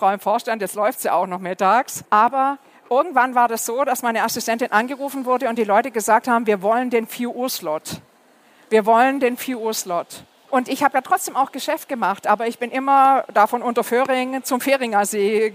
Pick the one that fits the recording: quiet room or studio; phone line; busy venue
busy venue